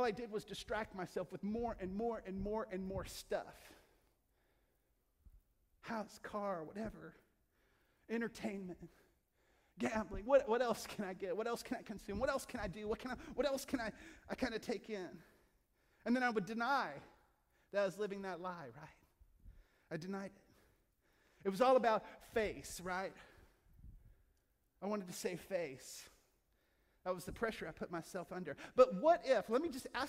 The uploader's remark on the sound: From our Crosswalk contemporary service in Asbury Hall. From our Crosswalk contemporary service in Asbury Hall.